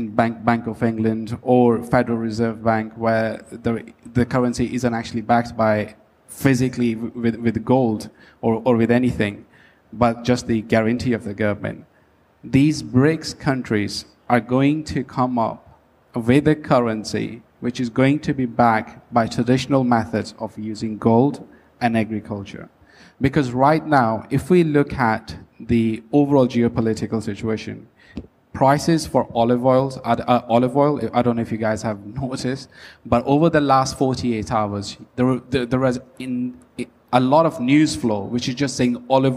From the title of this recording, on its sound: Panel Discussion at Cryptoexpo 2023 edition